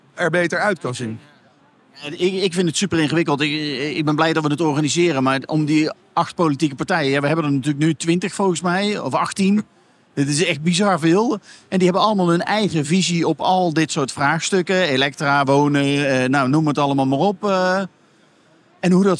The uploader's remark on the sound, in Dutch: Vanaf de EXPO REAL opgenomen vanaf de stand van Property Plaza.